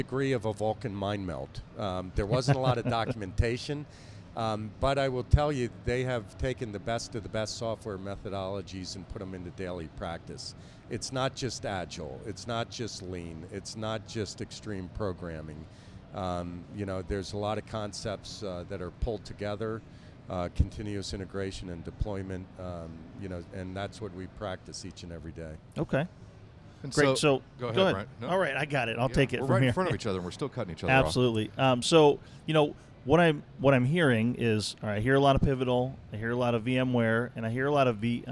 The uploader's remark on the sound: Live from EMC World 2016!!!